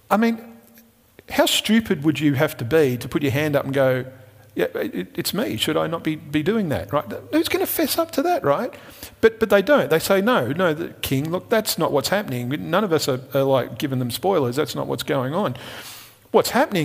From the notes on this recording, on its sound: Recorded at Restore Church on September 6th, 2021